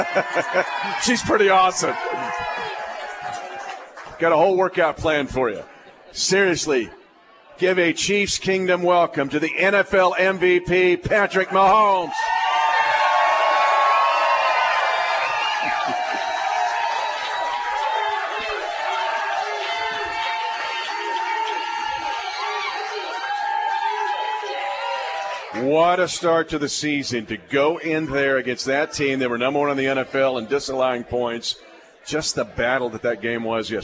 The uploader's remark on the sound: live at Hy Vee in Lee's Summit